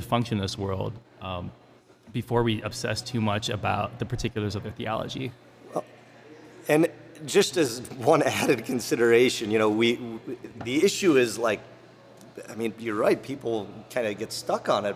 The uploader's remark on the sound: broadcasting live from Goldhorn Brewery!